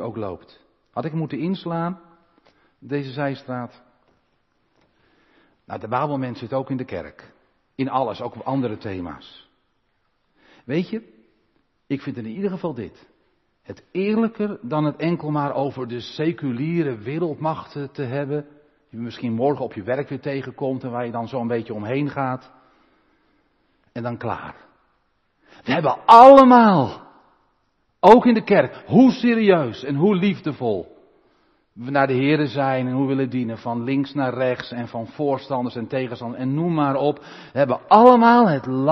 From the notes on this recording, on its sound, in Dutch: De preek is op 19 juni opgenomen in de Maranathakerk te Groningen